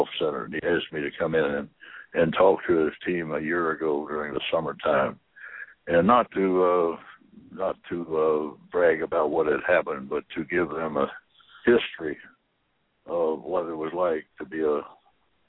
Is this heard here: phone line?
yes